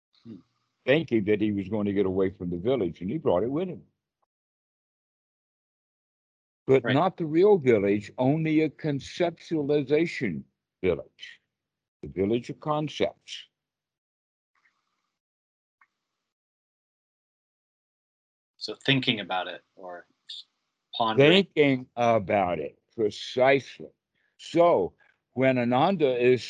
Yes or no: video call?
yes